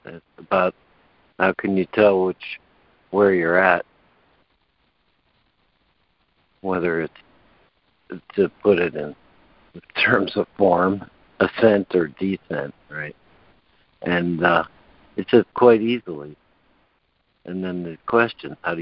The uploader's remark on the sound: ACIM Daily Conference Call